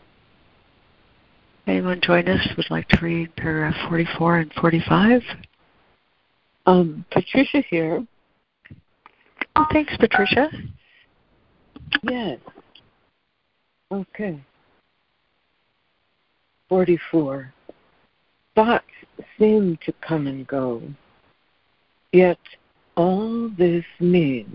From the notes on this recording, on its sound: ACIM Daily Conference Call